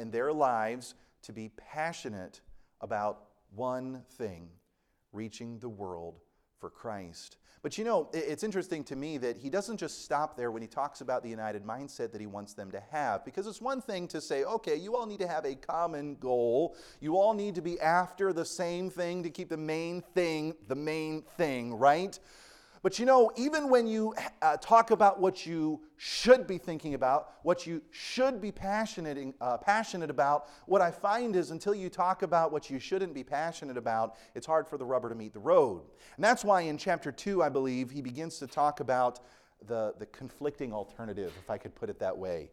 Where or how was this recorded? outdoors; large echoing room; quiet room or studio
large echoing room